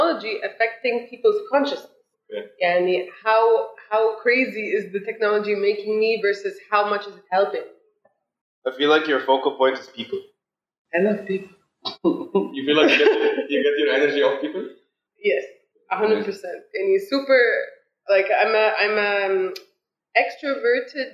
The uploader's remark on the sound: The sound quality is not ideal in this episode, but we have since worked out the issue.